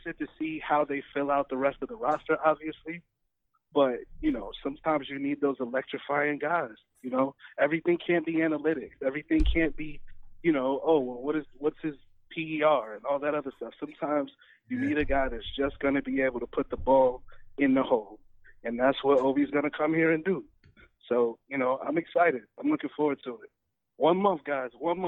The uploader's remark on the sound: Went live yesterday for a live draft special. They react live to the Knicks' picks and take live phone call reactions from fans around the world.